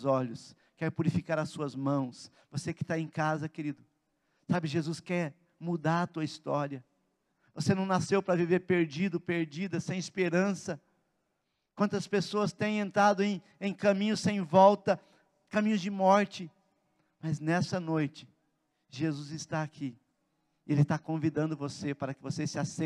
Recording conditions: large echoing room